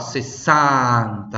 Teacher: Tem que abrir bem a boca para ser esse A da língua italiana que é bem forte.